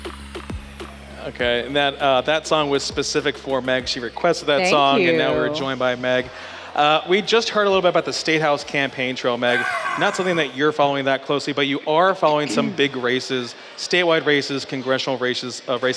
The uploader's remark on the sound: Live from Sumter Original Brewery